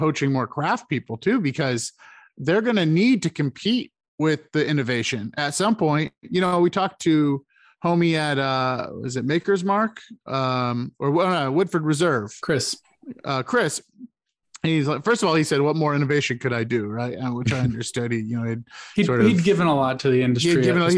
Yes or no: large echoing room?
no